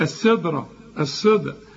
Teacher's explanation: هنا الدال طلعها دال مش بين الدال والضاد